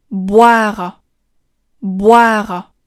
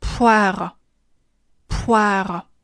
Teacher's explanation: 需要着重提醒的依然是浊音 b 的发音 b，否则呢，它会很容易发成，poire